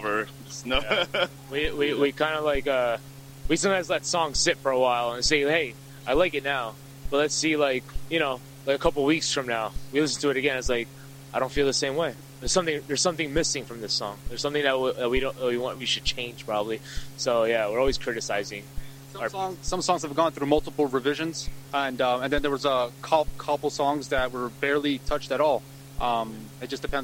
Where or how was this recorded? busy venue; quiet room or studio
busy venue